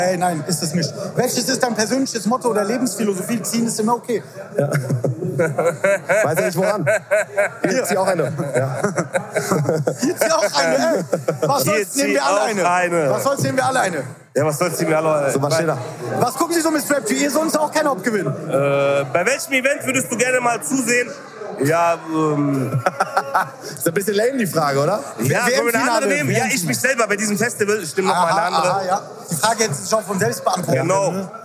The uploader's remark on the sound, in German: Exklusive Einblicke und Interviews mit Promis, Influencern und Artists vom WINTER WORLD CLUB DOME 2024.